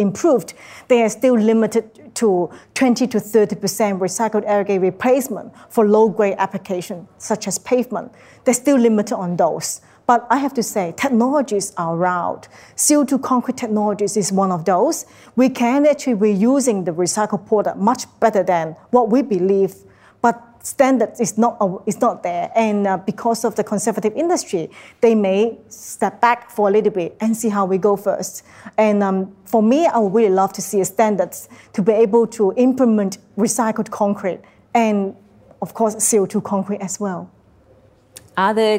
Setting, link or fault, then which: setting, live audience